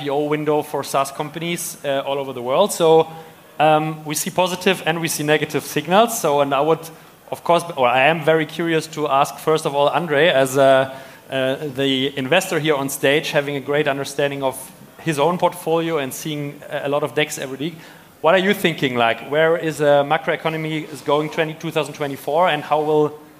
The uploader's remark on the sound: part of the recording from the ARRtist Summit 2023 Sales Panel